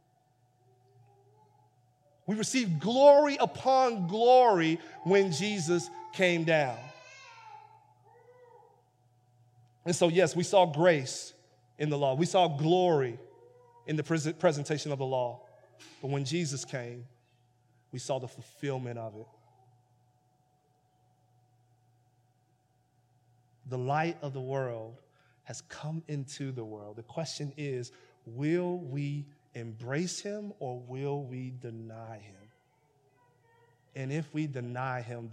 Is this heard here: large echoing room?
yes